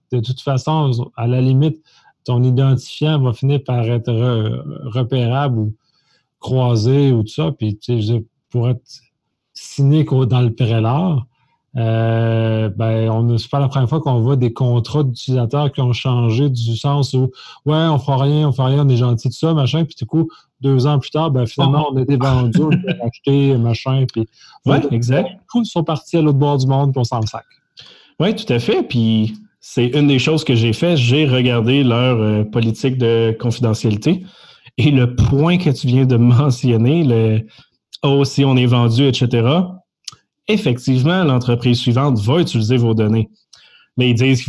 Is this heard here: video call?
yes